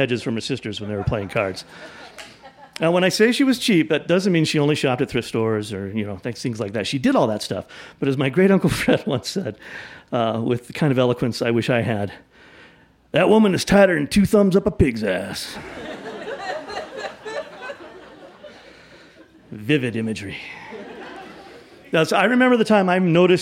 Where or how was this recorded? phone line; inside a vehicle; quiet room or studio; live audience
live audience